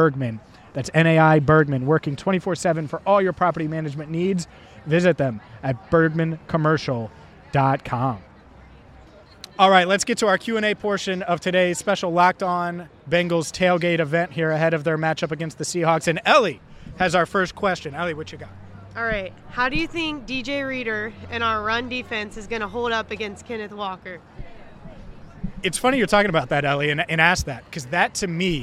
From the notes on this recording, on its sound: The Cincinnati Bengals host the Seattle Seahawks on Sunday afternoon at Paycor Stadium. Live at a special tailgate ahead of the matchup. A special Q&A with Bengals fans.